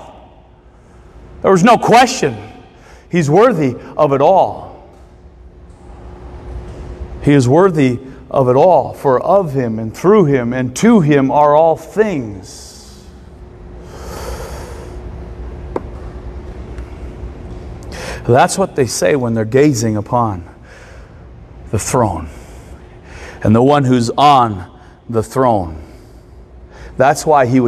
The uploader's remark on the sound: Recorded Sunday mornings at Church of Hope.